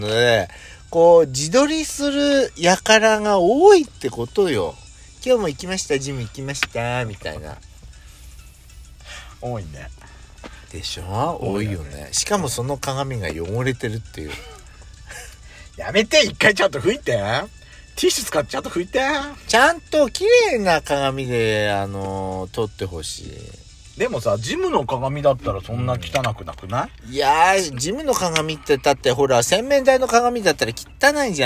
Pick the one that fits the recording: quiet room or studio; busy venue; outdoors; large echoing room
outdoors